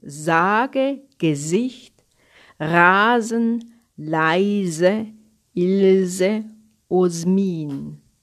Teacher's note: Also wenn man das zum Beispiel auch vor einem Vokal eben dann singt, ist wieder eine schmale Luftritze vom vorderen Zungenrücken, harter Gaumen und vorne an den Zähnen. Dort sitzt das. · Term: stimmhafte S